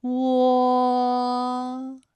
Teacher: 我们的唇形始终是圆形的，舌位的动程呢是由高到半高